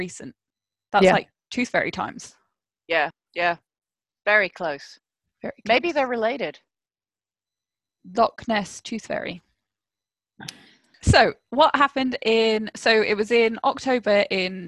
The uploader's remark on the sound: This episode was recorded via Zoom due to lockdown